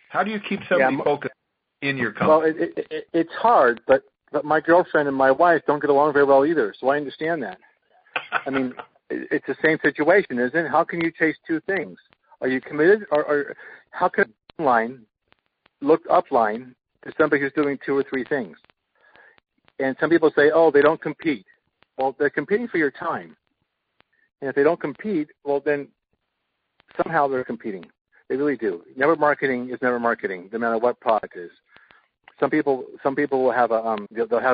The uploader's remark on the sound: an archive of weekly conference calls